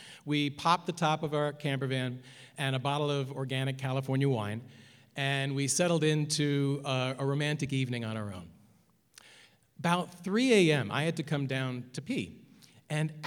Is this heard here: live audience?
yes